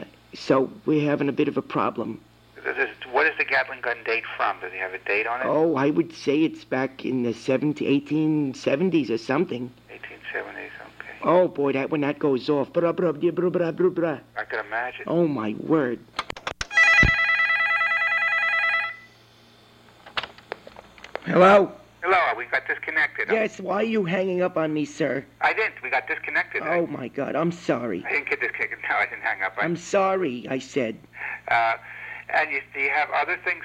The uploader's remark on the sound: RBCP's Personal Prank Phone Calls Collection